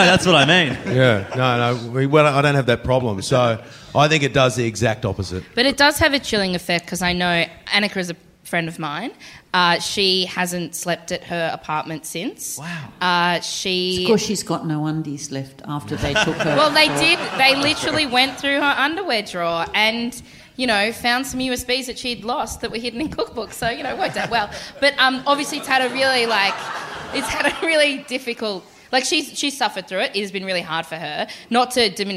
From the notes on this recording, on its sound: Recorded live, in front of a massive SOLD OUT crowd at Giant Dwarf.